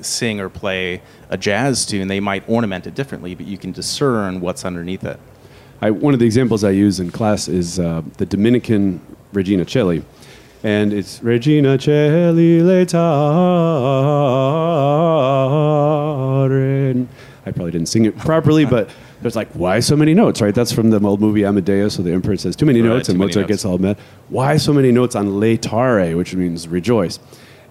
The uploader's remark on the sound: at the FOCUS SEEK19 conference